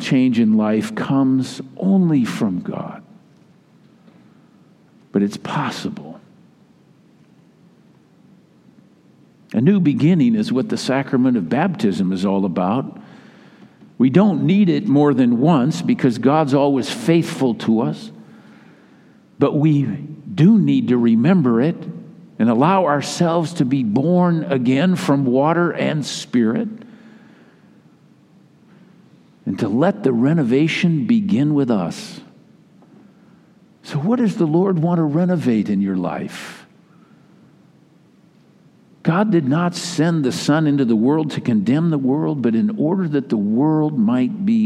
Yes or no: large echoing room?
yes